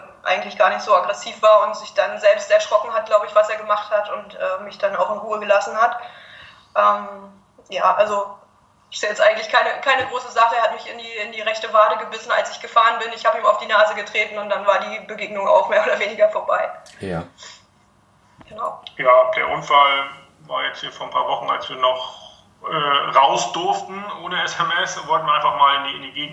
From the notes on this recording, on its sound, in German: Im Wellenrauschen Podcast, den ich via Skype führte.